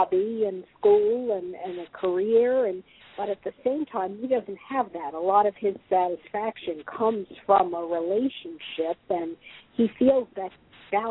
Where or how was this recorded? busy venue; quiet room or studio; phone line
phone line